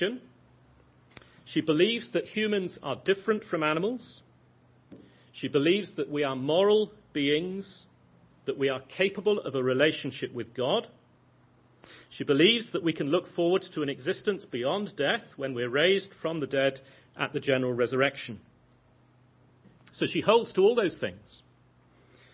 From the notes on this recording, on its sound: lecture at the 2011 Pastors' Academy Conference